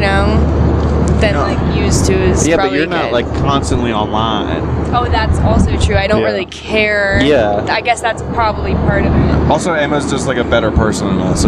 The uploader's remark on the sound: recorded this on the way to Austin